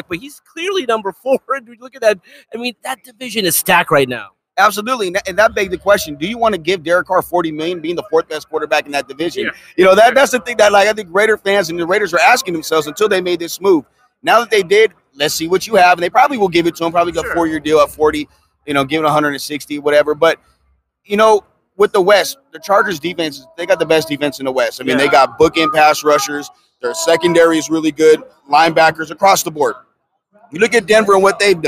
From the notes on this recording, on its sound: LIVE in Las Vegas from Circa Sports